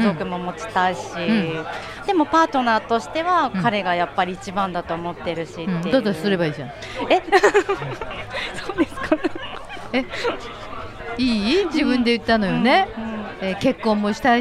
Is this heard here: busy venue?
yes